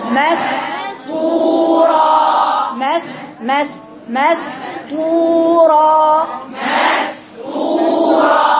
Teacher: الكلمة الأولى نصفها رقيق ثم الطاء والراء مفخمتين والواو المادية لا تفخم أبدا.